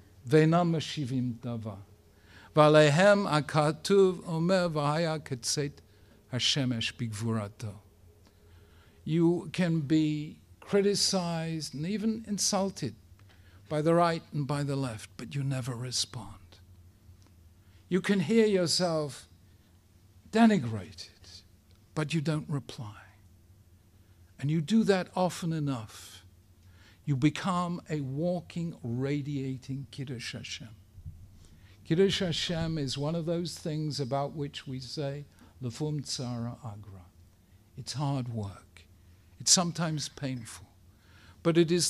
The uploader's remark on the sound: Speaking at the Beit Knesset Feigenson